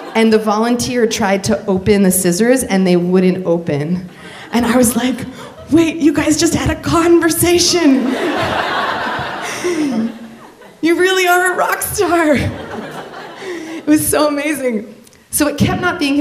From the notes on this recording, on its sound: Live at the Bell House 2! Share true stories at the Bell House in Brooklyn.